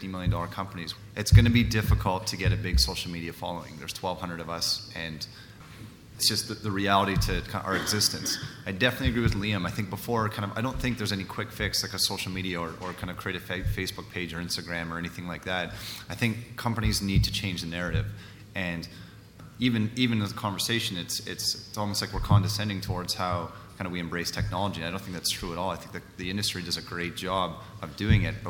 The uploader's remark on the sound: Recorded live at the Canadian Mining Symposium at Canada House in London, U.K., in April.